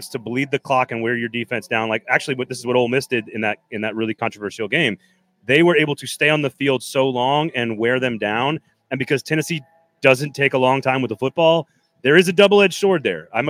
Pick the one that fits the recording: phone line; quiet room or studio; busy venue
busy venue